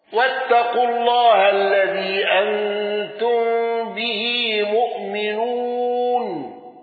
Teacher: أبو عمرو بالإدغام والإبدال وقصر المنفصل.